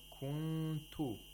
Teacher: We get rid of the place of articulation of nun. We approximate the place of articulation of ta. Mm-hmm. And we make a nasal sound for two vowel counts. · Term: ikhfa